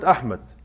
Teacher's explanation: فعلاقة الهمزة بالحاء بيسموها علاقة تباعد، حرفين متباعدين، الهمزة من أقصى الحلق والحاء من أدنى الحلق